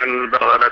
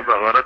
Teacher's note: أن القاف عند الأخ يخرجها غين